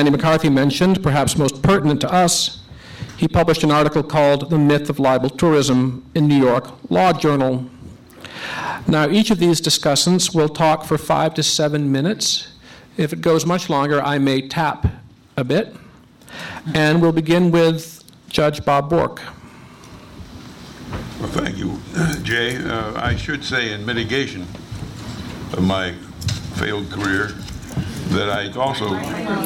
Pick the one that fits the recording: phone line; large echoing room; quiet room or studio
large echoing room